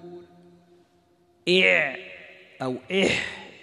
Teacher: كلا الحرفين يخرج من وسط الحلق